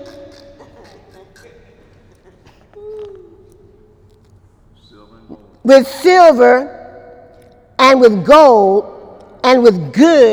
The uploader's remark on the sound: During Wednesday night service on July 11, 2018